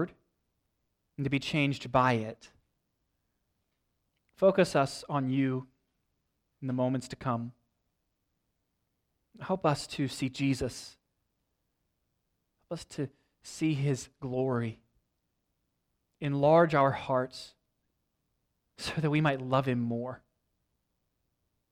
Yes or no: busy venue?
no